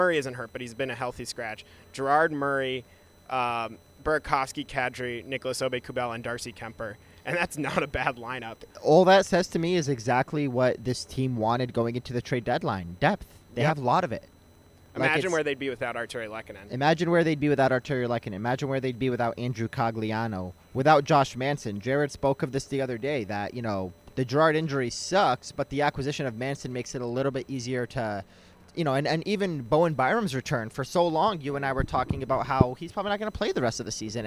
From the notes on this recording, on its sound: Live at Rogers Arena following the Avalanche's 4-2 victory in Game 3 over the Edmonton Oilers.